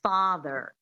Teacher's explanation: There's no R. So the American accent, the standard American accent, one of the defining features is definitely the rhotic R.